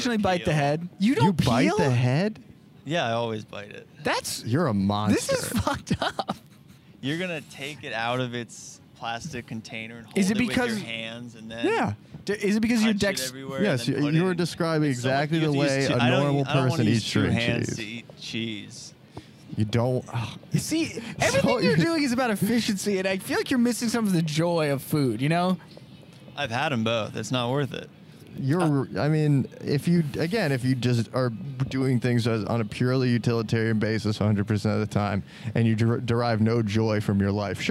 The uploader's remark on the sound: LIVE FROM THE GROCERY STORE! Recording in the Thai Town Ralphs.